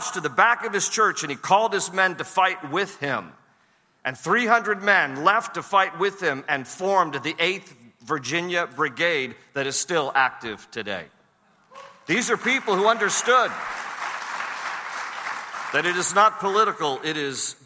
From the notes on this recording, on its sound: Share messages with this year’s Pray Vote Stand Summit audience.